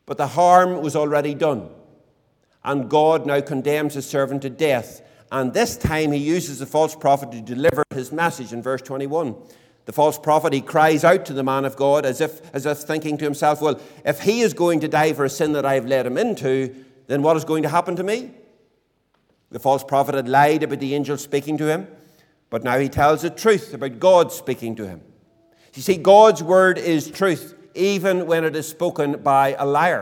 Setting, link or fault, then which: setting, large echoing room